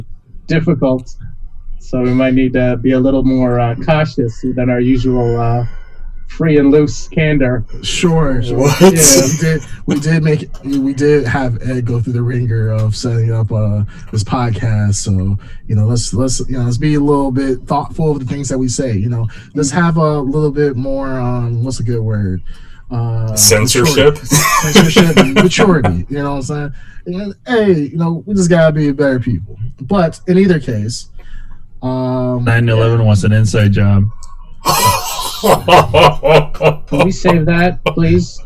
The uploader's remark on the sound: Experienced unexpected recording audio issues this episode